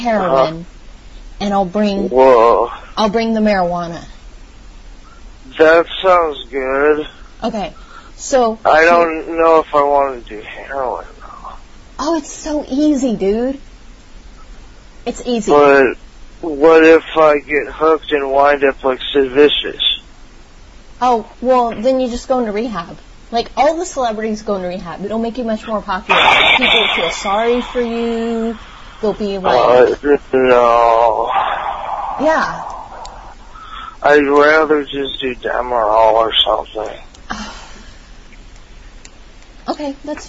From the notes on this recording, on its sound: Prank Phone Calls Collection.